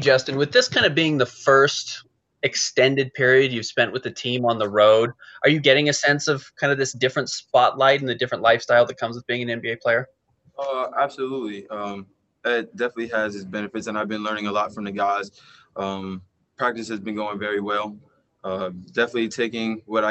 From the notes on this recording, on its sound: Addressed the media's questions in a Zoom conference after his team wrapped up practice inside the bubble in Orlando, Florida.